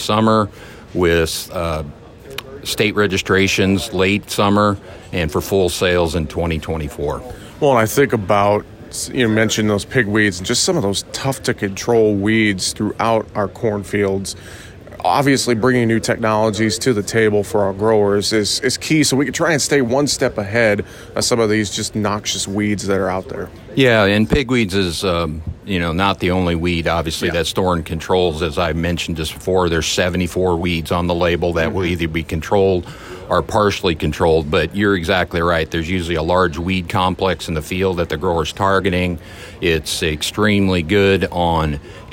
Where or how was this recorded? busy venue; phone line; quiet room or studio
busy venue